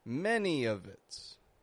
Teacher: This one does have the V. Because the word coming after of starts with a vowel sound. So we can make it of its, many of its.